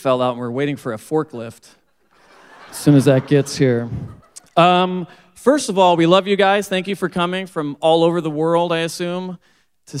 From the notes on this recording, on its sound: 2019 San Diego Comic Con Panel. Featuring a live table read of the first few pages of Vox Machina: Origins II #2 and a Q&A.